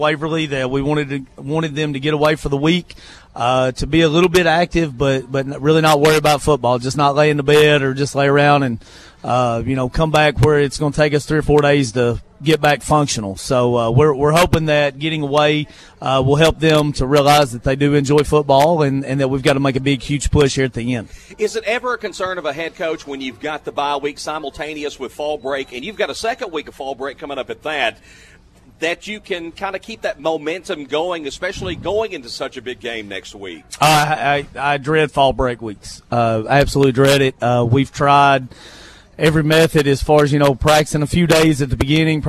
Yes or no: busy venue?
yes